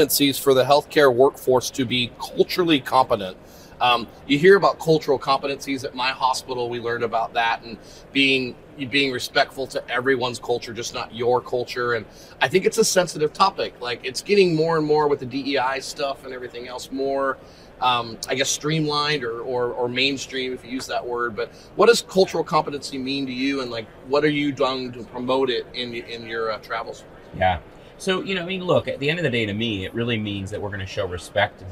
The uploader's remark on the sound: Live at HIMSS